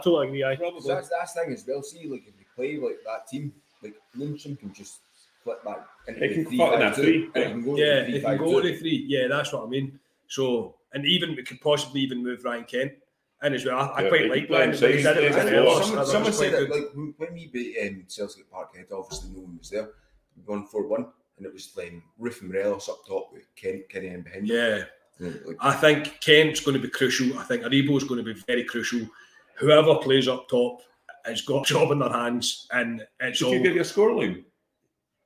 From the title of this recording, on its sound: RECORDED AT THE VICEROY BAR